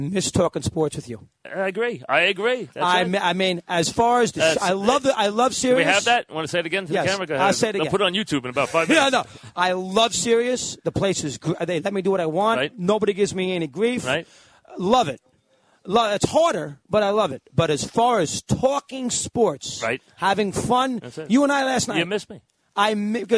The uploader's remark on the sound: which was on location from the ALCS at Yankee Stadium